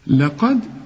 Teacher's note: القاف مفخمة، اللام والدال مرققين